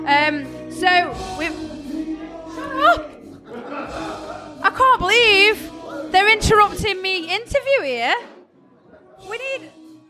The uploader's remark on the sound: I travelled all the way to The Victoria Bikers Pub for Sav Fest. After a logistic nightmare we had to take refuge in the doorway of the venue which was the quietest place I could find to interview especially as it was torrential rain outside!